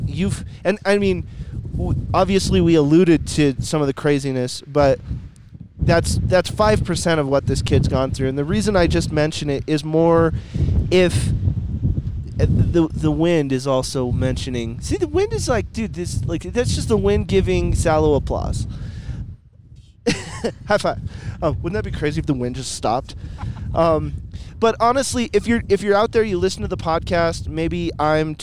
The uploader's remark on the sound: I got the chance to sit down in my truck, on the top of a mountain